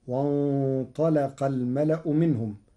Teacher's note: قرأ ورش كلمة وانطلق بتغليظ اللام لمجاورتها للطاء المفخمة المستعلية